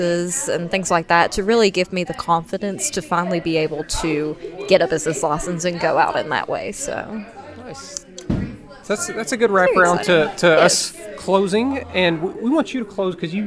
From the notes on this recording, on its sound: This week we recorded a special episode at the HeART of WV launch party in Williamson, WV.